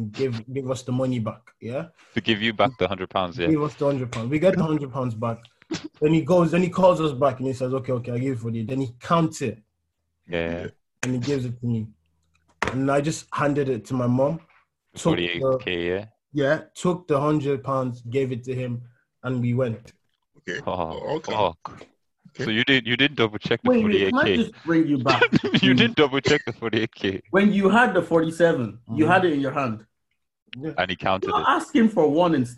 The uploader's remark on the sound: We bring you an episode over Zoom.